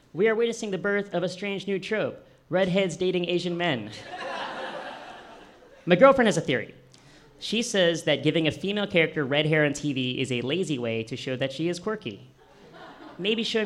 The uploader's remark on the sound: On Stage at Housing Works Bookstore Cafe